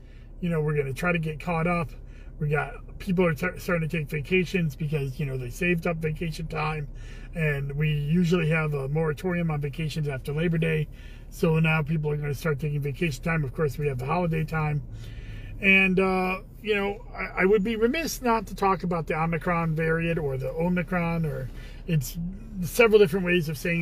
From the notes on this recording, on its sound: Commissioner in a Car.